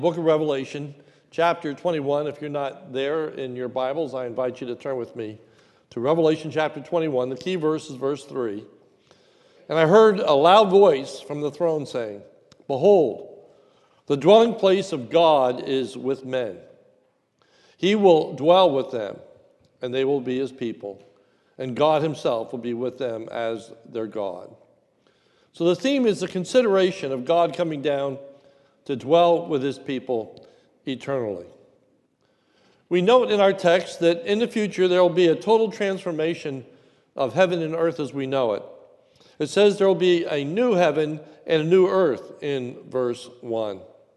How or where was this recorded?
large echoing room